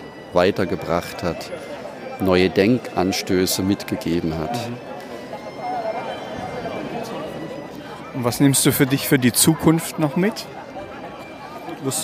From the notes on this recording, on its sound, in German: Die Ankunft in Santiago de Compostela. In diesen, Live auf dem Platz der Kathedrale aufgenommenen Gesprächen, kommen die Gedanken und Gefühle heraus, so wie es sehr vielen anderen Pilgern auch ergeht.